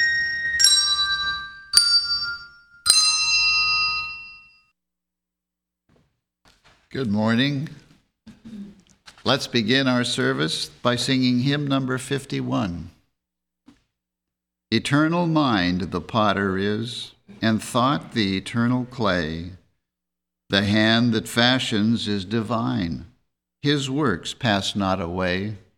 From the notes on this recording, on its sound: The Sunday service audio.